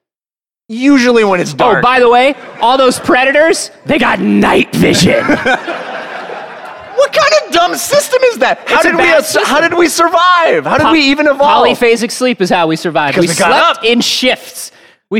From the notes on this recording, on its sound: Recorded live in Boston at PAX East 2018.